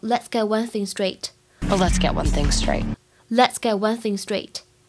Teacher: one，它的末尾呢是一个前鼻音，不要读成后鼻音 · IPA: [wʌn]